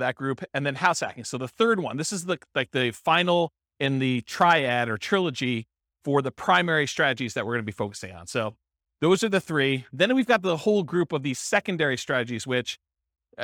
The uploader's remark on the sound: This was a live class recorded